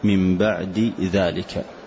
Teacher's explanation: فالدال والذاء مخرجهما متقارب والصفة مختلفة، فالدال من حروف القلقلة مثلا والذاء من حروف الإذلاق، فهنا يسمى متقاربين كبيرين.